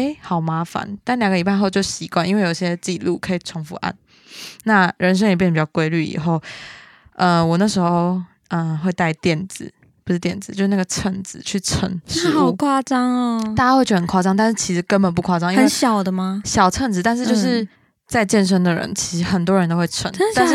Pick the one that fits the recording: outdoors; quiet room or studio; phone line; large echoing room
quiet room or studio